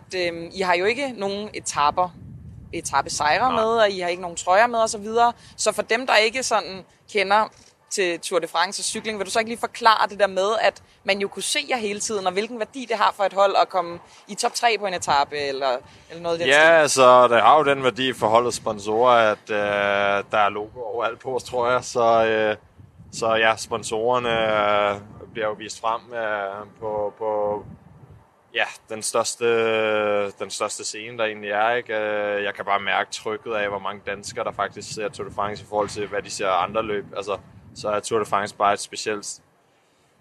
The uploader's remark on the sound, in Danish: (Næsten) live fra Rådhuspladsen. Vi sendte semilive. Vi skal beklage lyden, men sådan er det, når man optager på balkonen foran en propfyldt Rådhuspladsen.